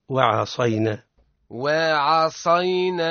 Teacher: الصاد هو حرف مفخم وهو من حروف الاستعلاء، والعين حرف مرقق وهو من حروف الاستفال